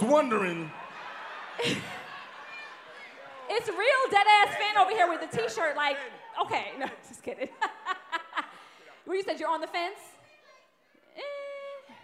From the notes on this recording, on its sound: LIVE IN DETROIT! The Dead Ass Live Podcast Tour stopped in Detroit and the D showed us love!